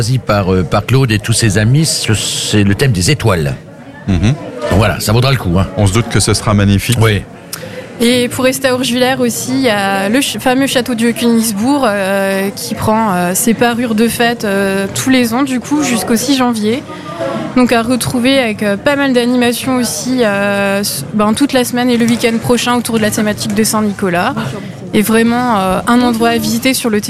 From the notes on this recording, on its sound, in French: en direct depuis le caveau saint-Barbe à Sélestat